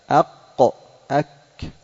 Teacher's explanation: ويخرج منه الكاف. وهذان الحرفان يقال لهما لهويان لخروجهما من قرب اللهاه. والمقصود باللهاه اللحمة المتدلية في باب الحلق، اللحمة المتدلية هذه في باب الحلق يقال لها اللهاه.